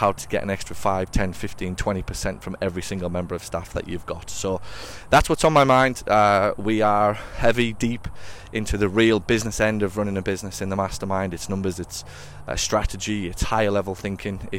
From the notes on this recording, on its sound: Walks around Nashville while recapping the Nashville mastermind event last week.